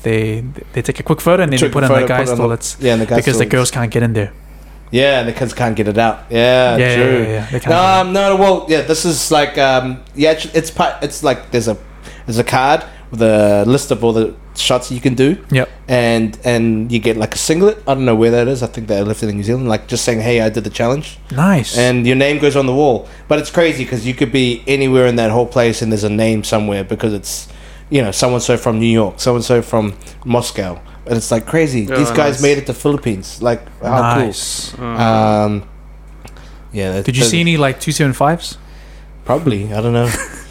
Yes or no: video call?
no